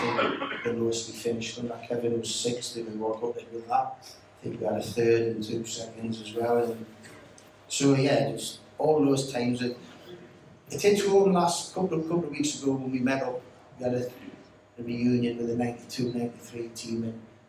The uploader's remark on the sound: NUFC Matters Live 2623 Grand Hotel Newcastle